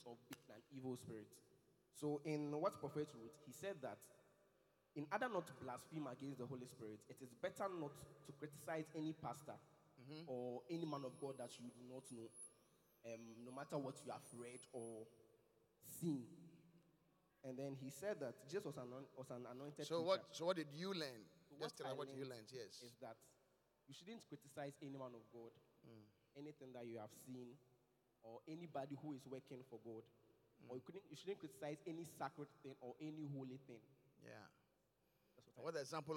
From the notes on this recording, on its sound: Preached at The Qodesh